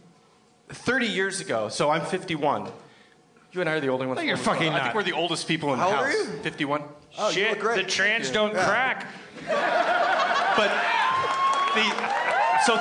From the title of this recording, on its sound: LIVE at The Gramercy, NY Comedy Festival 2015: Night 1